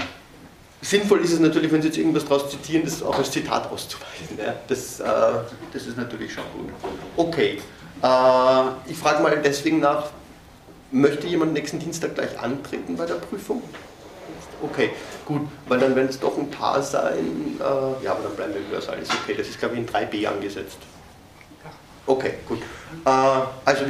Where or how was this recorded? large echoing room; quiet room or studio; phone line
large echoing room